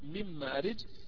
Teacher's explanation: الغنة الطويلة هذه في المثال من مارج جاءت من حرف الميم · Term: الإدغام بغنة